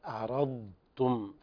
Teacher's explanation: في استطالة في الضاد ليس فيها قلقلة